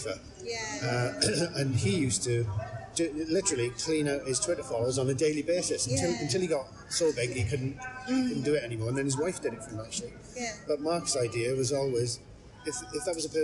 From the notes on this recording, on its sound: Audio recorded in the lobby of Swansea University SOM - Not awesome quality!